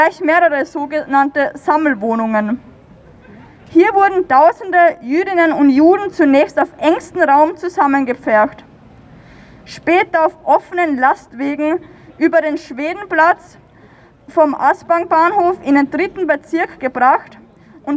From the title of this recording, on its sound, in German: Aufzeichnung einer Kundgebung am 14. September 2022 in Wien 2